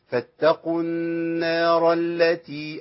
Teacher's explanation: في الوصل كده الراء عندي مفخمه لانها محركه بفتح